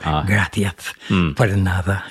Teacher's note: My father was a Gallego from Galicia, and so they had the very strong TH sound.